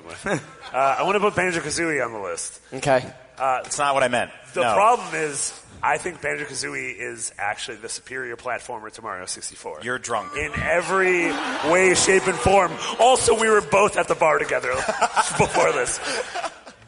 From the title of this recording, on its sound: Live at PAX